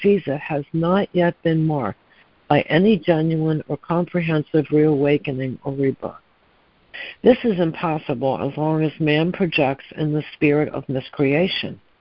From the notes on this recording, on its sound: ACIM Daily Conference Call